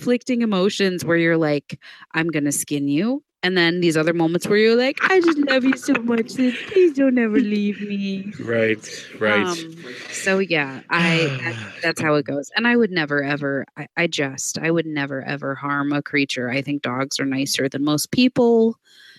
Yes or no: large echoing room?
no